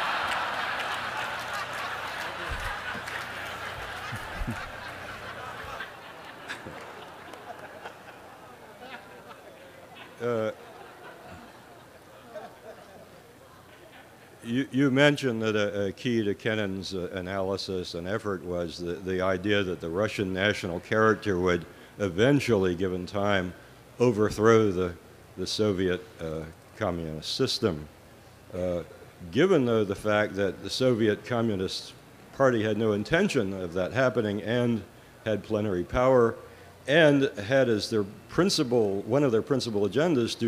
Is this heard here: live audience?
yes